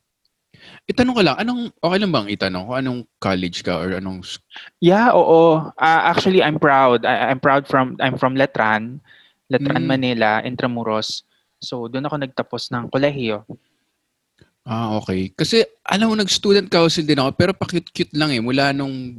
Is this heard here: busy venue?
no